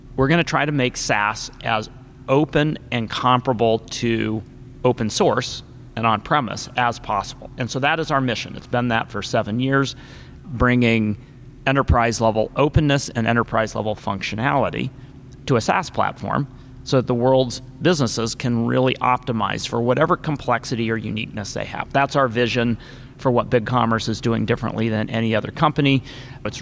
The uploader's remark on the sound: Live from ShopTalk